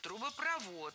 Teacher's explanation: В сложных словах со второй частью «провод» ударение падает на последний слог. И ориентироваться здесь можно на глагол «проводит».